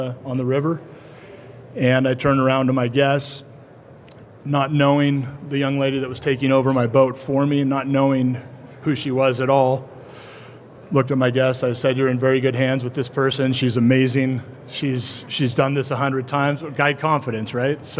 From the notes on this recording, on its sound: This episode is recorded with an audience of river guides and outfitters.